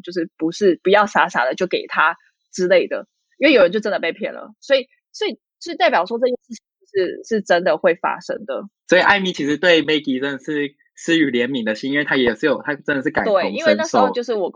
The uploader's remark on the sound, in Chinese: 這集是線上錄音，音質可能沒有這麼好。